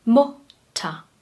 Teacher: Am Ende sagt man ein vokalisiertes R.